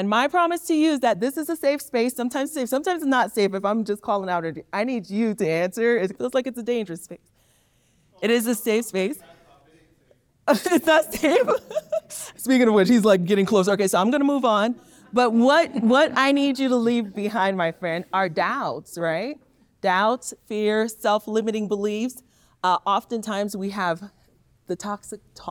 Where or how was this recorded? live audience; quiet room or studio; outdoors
live audience